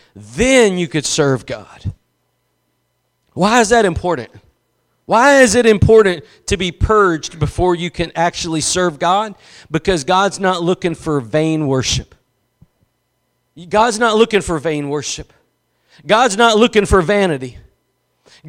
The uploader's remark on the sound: Preached at Gospel Lighthouse in Bossier City, La.